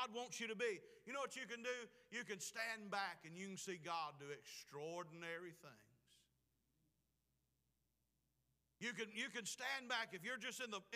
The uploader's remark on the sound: Preached at Clifton Baptist Church, Forest Ms.